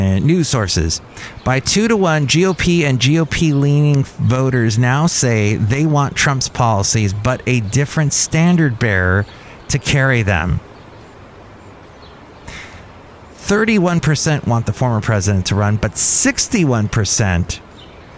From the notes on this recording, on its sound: podcasts live from Cafe Anyway